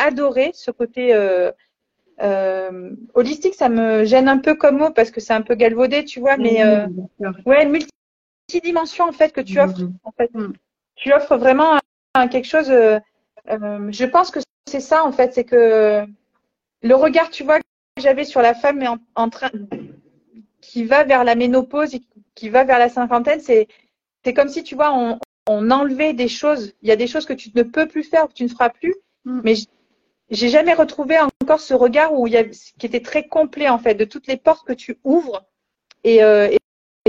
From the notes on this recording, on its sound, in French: il s'agit d'une rediffusion d'un live Instagram